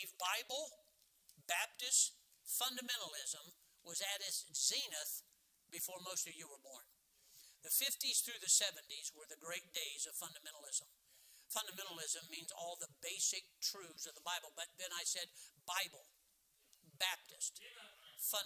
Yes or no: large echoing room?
yes